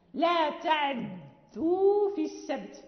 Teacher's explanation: وإذا قرأنا لورش وقلنا لهم لا تعدوا في السبت، يعني فالفتحة مشبعة